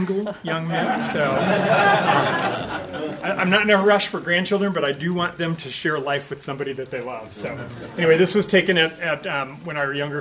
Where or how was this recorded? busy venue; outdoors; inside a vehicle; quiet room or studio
busy venue